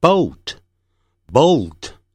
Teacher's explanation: 有一个 l 啊，所以舌尖抵上去 boltbolt，舌尖要抵上去 boltbolt。福特 v old voltvolt。第二组，身体好的 fine finefine，树藤 vine vinevine。第三，树叶 leafleaf，离开 leaveleave。第四，洗澡名词